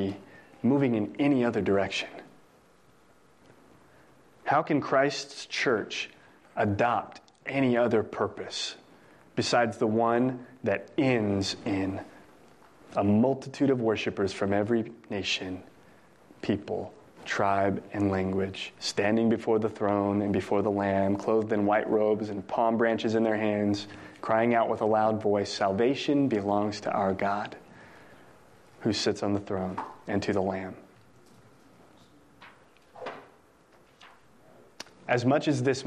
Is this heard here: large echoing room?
yes